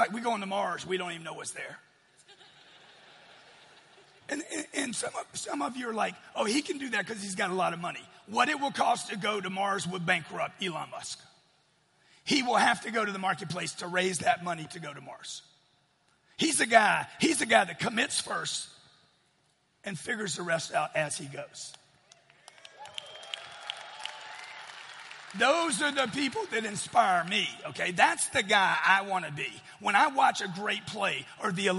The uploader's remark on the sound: Keynote speech from the 10X Growth Conference.